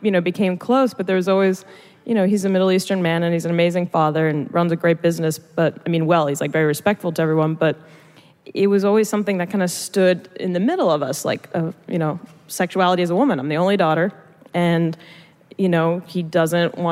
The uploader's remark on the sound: Live from the Werk It Women's Podcast Festival at the Ace Hotel in downtown LA